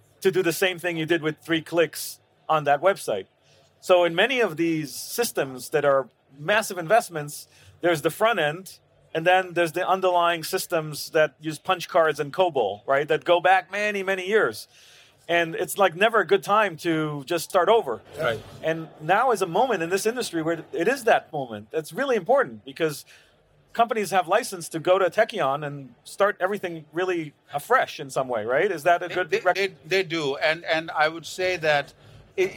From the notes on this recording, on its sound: CES 2023 Fireside Chat. This episode features a fireside chat recorded live at CES 2023.